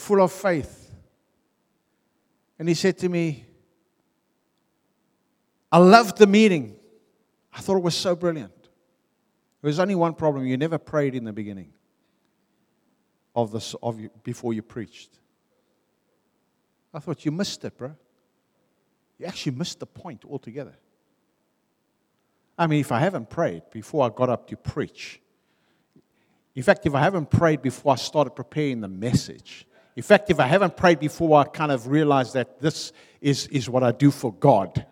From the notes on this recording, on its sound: Venue : a|City Church , Harfield , Cape Town